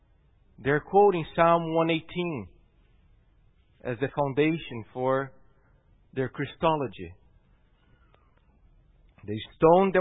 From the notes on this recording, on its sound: at Gracious Cross Reformed Church Salem on Sunday, November 1st, 2020